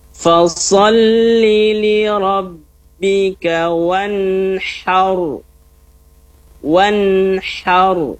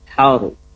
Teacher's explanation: Ya, har naik sedikit, ya. Ditebalkan huruf ro-nya.